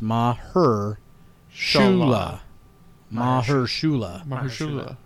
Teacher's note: Emphasis on the her.